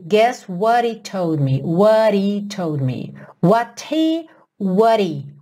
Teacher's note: Esse what virou rarara e o H meio que sumiu.